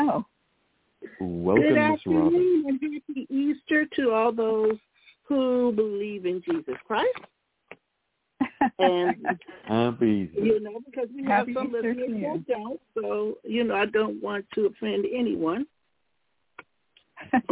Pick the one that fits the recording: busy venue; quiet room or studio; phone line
phone line